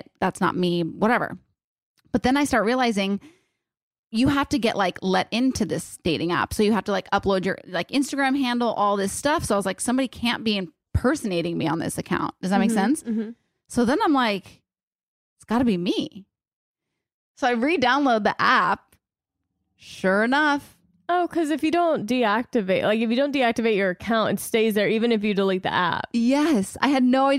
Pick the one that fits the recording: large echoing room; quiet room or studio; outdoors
quiet room or studio